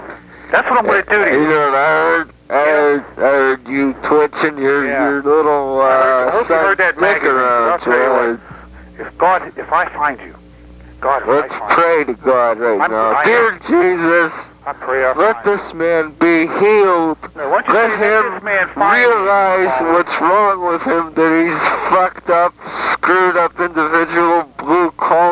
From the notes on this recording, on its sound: RBCP's Personal Prank Phone Calls Collection